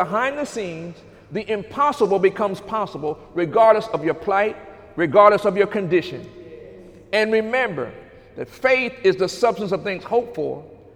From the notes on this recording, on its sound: During Sunday morning service